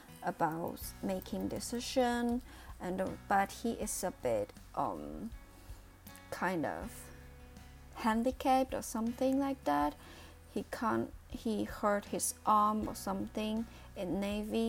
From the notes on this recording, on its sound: My voice will be not loud enough due to my careless of recording. I did not stay close to my microphone.